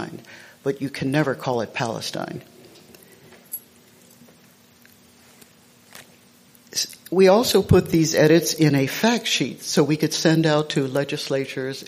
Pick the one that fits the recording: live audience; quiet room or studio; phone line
live audience